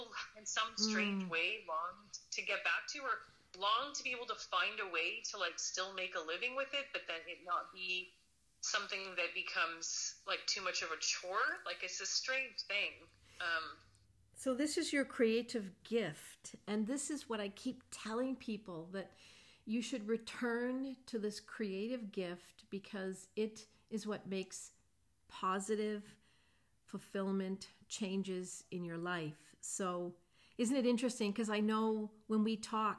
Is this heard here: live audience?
no